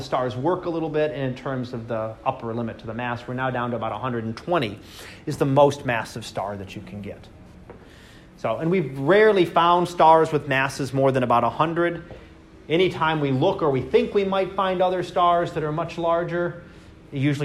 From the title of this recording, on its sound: Live Class Lecture